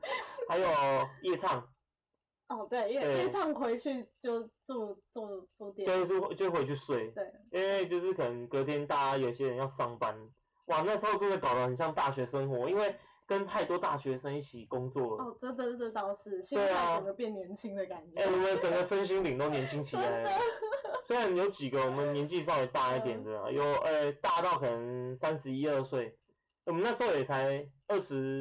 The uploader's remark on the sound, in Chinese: 跟第一集的收音差很多。